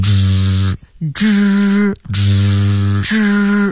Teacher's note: 是一个比较有厚度的一个吱，因为开头你的嘴唇是撅起来的